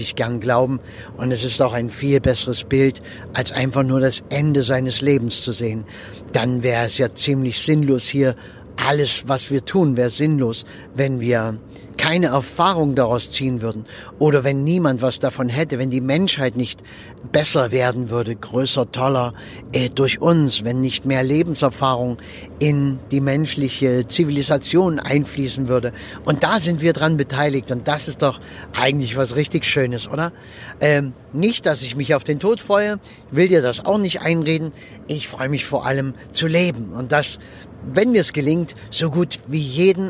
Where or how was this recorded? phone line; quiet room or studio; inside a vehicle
inside a vehicle